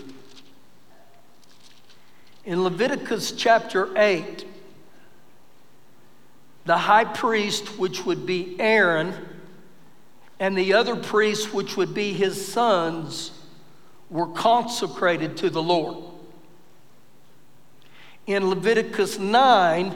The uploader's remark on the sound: Recorded live during our Sunday morning service